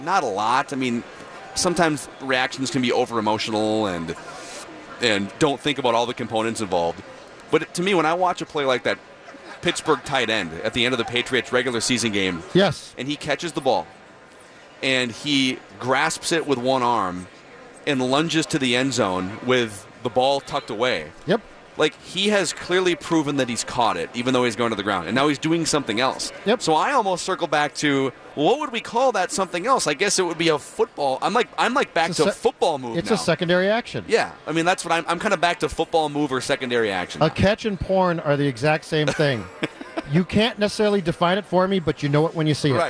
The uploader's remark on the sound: live from Radio Row all week